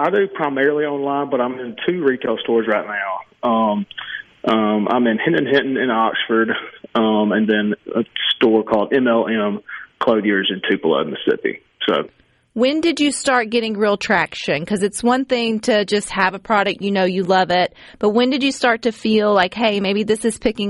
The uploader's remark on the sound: Joins the conversation by phone.